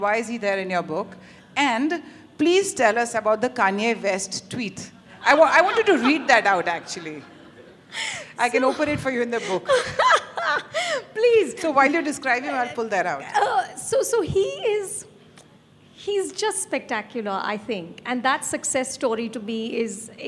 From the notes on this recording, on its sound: This episode is a live session from Jaipur Lit Fest 2022.